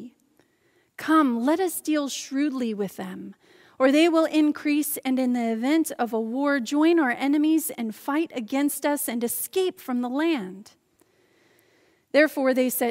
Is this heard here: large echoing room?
yes